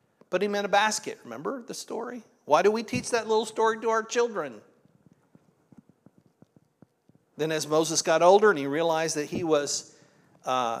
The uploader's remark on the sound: This was originally recorded at Palestine Church of Christ on Oct 22nd, 2023.